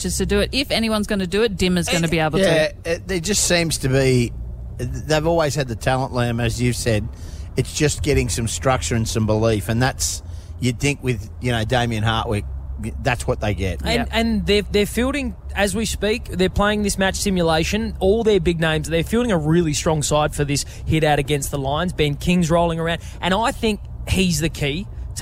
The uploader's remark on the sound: crammed into a vehicle and broadcast LIVE on the drive to Super Rooster in Toowoomba!